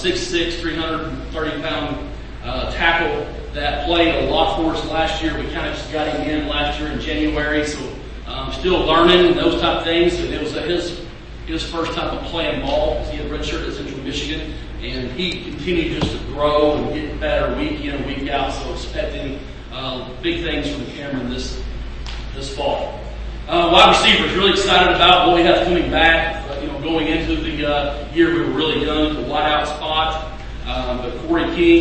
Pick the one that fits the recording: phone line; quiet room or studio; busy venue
busy venue